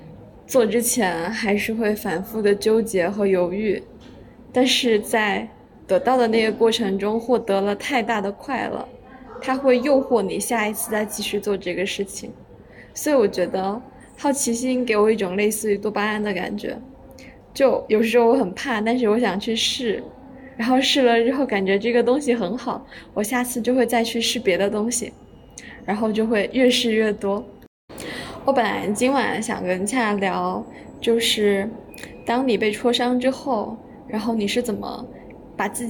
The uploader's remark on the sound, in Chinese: 我决定不配bgm也不剪辑了，保留一些原生态的声音，裸电台。如果里面有音质差，就是我按了暂停继续录，因为我在走廊录的音。电话铃和物品磕碰的声音把真实的场景感带出来了。